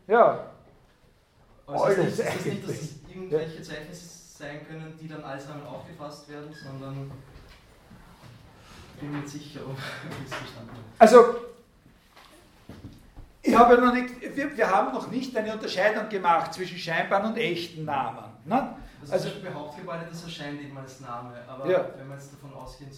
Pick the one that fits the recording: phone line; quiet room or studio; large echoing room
large echoing room